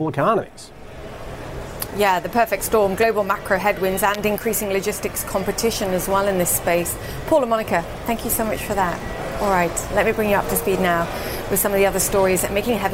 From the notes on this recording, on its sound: live from the New York Stock Exchange